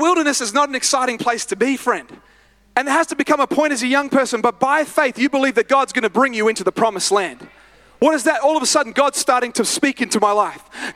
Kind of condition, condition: setting, large echoing room